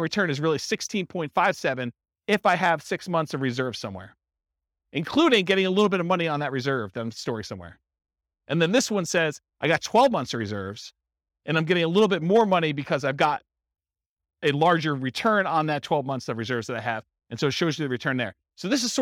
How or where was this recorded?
live audience